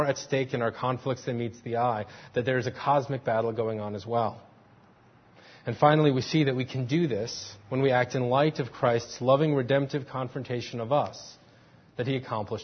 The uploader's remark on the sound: Faith Presbyterian Church – Morning Service.